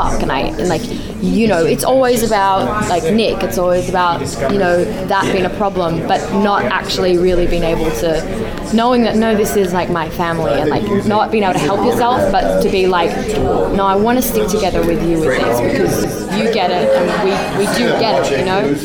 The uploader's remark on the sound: Taped at San Diego Comic Con.